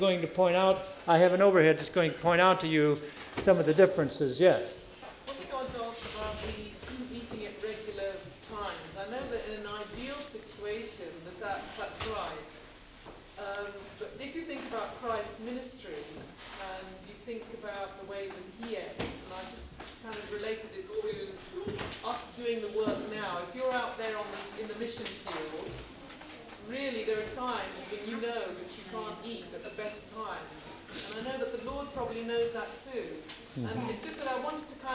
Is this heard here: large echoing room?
yes